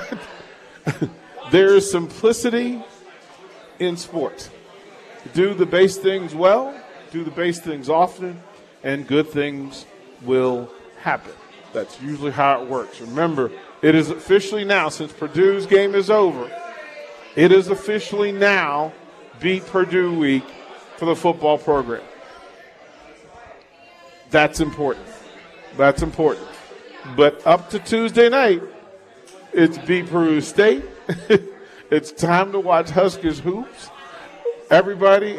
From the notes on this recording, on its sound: Live from Upside Bar and Lounge (27th & Pine Lake)